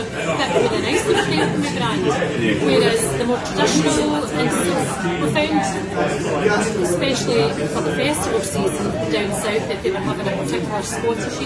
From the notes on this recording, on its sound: We had the pleasure of being invited to the Froth & Flame Edinburgh to drink beer. Our trip to Edinburgh. We had the pleasure of being invited to the Froth & Flame Edinburgh to drink beer.